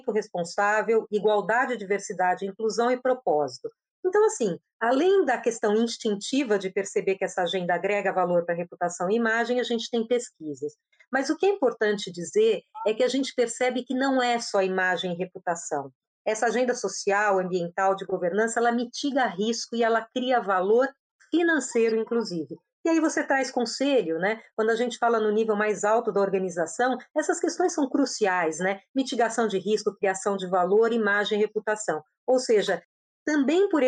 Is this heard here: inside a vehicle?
no